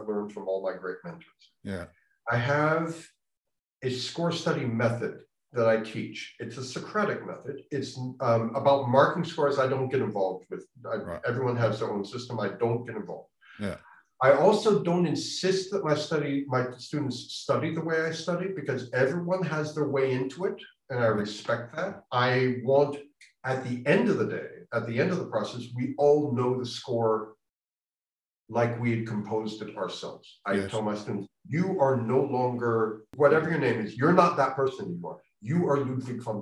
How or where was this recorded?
video call